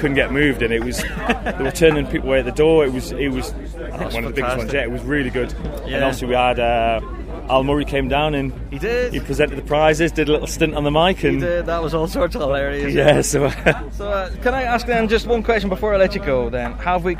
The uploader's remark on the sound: Worlds 2019 from The Green